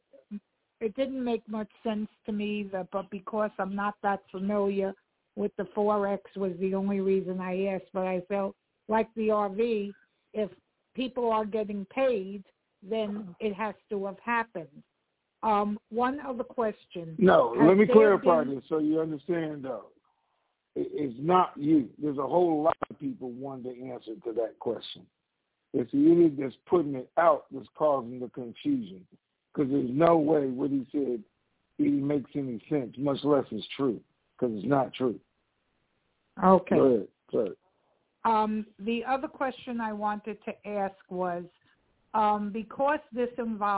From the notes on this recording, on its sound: TNTSuperfantastic Conference Call.